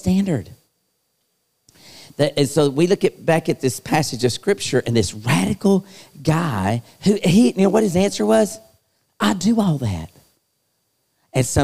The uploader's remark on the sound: LIVE Youth Conference Series held at Myrtle Beach, SC.